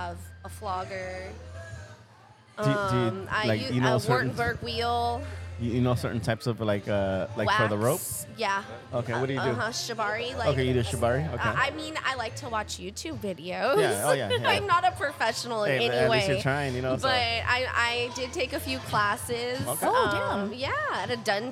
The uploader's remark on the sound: In this episode we record live at the LS Playground’s and Swinghearts HALLO-SWING event on Oct. As we record, an actual swingers' orgy unfolds right before our eyes.